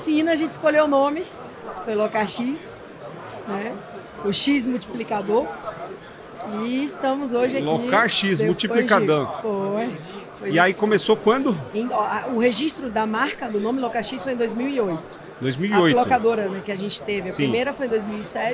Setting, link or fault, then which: setting, busy venue